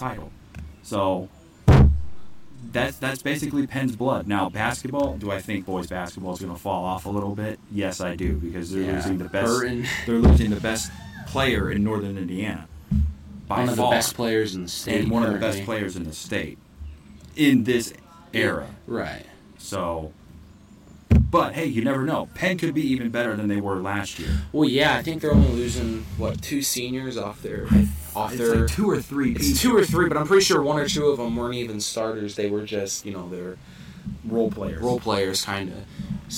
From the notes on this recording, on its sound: live from Potato Creek State Park for the 23rd Annual CCF Church Campout